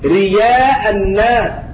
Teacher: قرأها أبو جعفر بإبدال الهمزة ياء خالصة رياء الناس في البقرة والنساء والحديد رياء الناس.